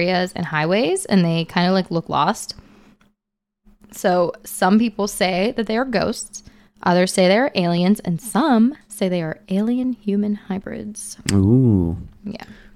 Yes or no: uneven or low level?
no